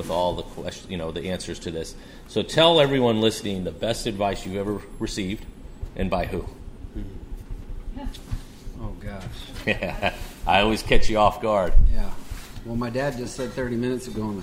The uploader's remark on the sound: Is live on location at Taylor's Wine Shop in N. Raleigh.